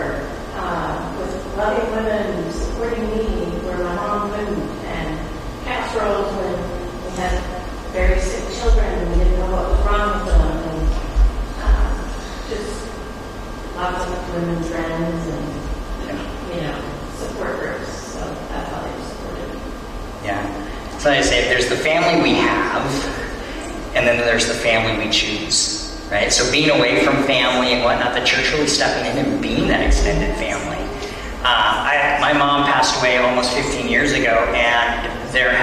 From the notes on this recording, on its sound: Towards the end of the sermon there some audience participation and the sound isn't the greatest.